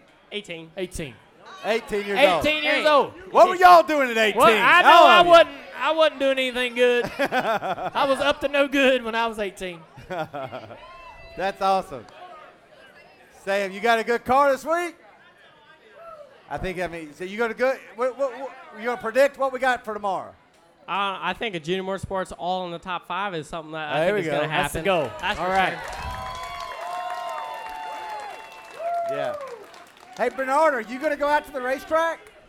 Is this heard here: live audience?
yes